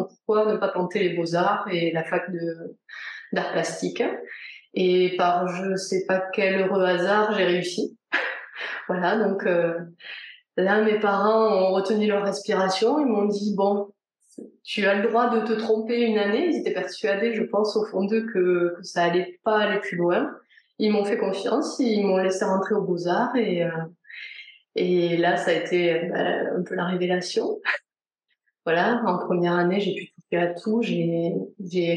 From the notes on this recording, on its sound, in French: On s'est retrouvé en visio par une chaude journée d'été ('fin surtout à Toulouse, et moins en Bretagne...).